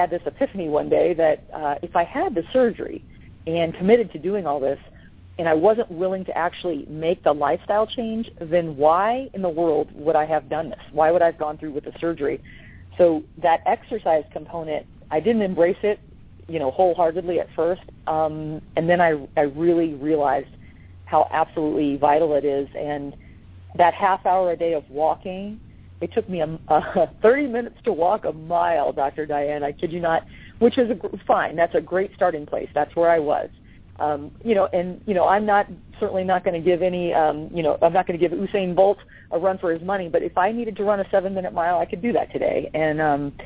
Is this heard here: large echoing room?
no